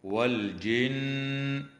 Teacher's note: وتغن النون المشددة بمقدار حركتين في كلمة والجن